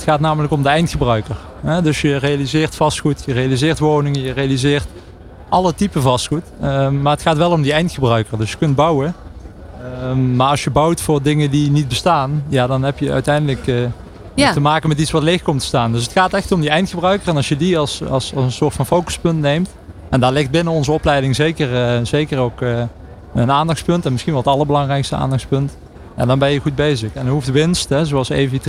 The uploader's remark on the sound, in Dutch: New Business Radio op de PROVADA dag 3 uur 1. Verder deden de presentatoren ook live verslag van de Inspiratie Awards uitreiking en spraken ze met de winnaars.